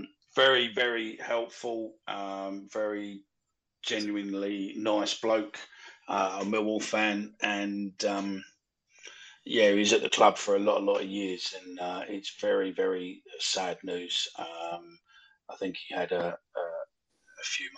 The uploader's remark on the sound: This is the live show recorded using twitter spaces